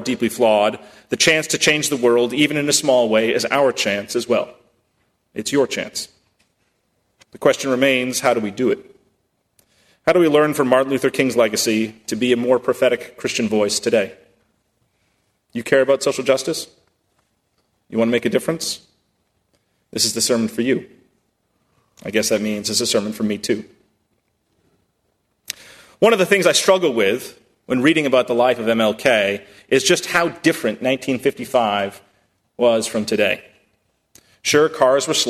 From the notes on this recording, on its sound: at First Congregational Church of Houston